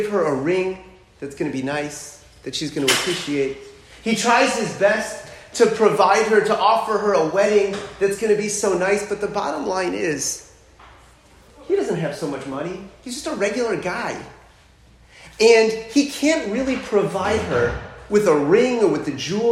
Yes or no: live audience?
yes